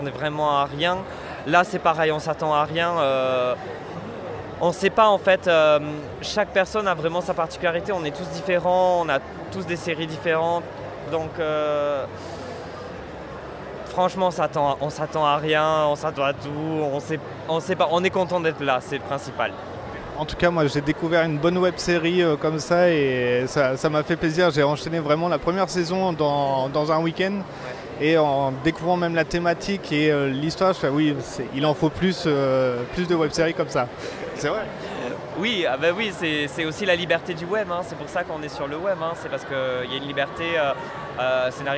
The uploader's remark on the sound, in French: Voici les interviews réalisées lors du Festival Francophone de la web série , qui a eu lieu lors du TGS 2016 à Toulouse. Voici les interviews réalisées lors du Festival Francophone de la web série , qui a eu lieu lors du TGS 2016 à Toulouse.